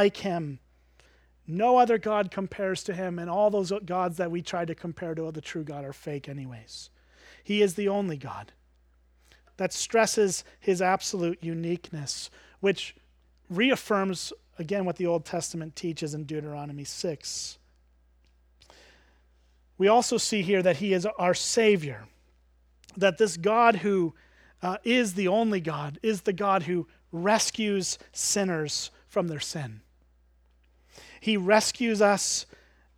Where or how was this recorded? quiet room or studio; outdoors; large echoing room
large echoing room